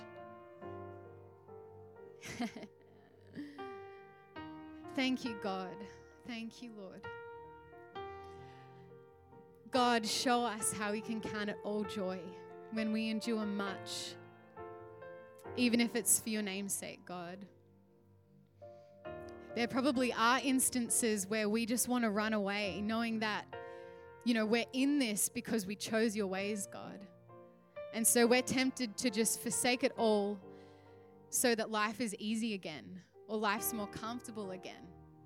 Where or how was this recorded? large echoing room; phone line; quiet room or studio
large echoing room